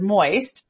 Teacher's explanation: the nasal sound at the beginning of the word moist is probably what drives a lot of the disgust